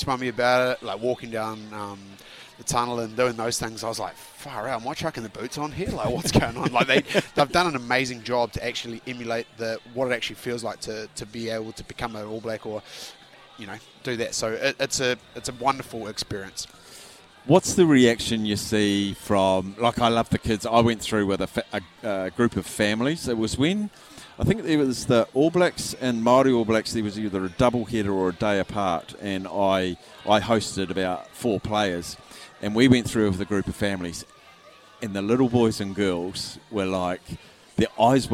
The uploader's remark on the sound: LIVE from Andy's Burgers & Bar